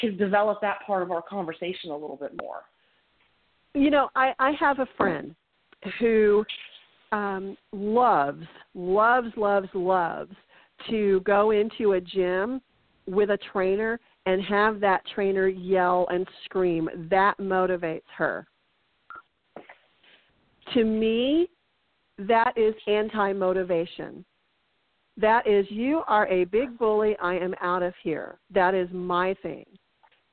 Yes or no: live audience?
no